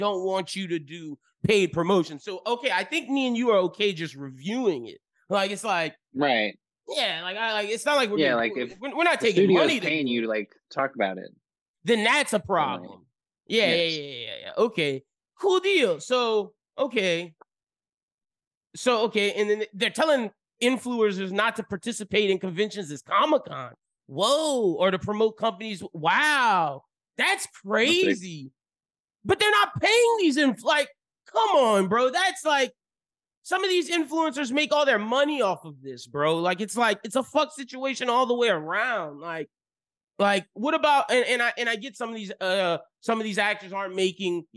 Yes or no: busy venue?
no